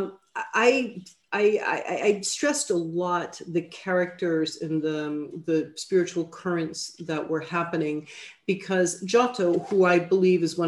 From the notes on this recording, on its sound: A webinar lecture. This event is co-presented by the Harvard Catholic Forum and the Lumen Christi Institute.